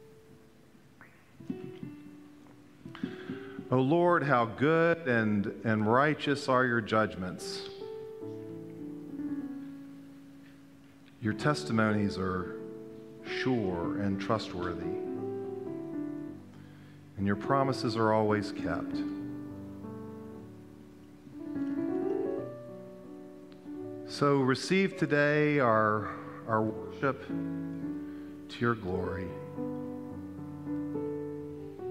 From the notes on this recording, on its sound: Pender UMC Contemporary Worship Sunday October 30, 2022 at 11:15 am